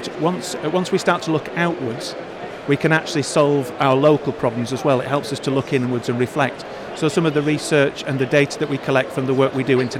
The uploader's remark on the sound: Our second NetSupport Radio LIVE show from stand NL44 at BETT2020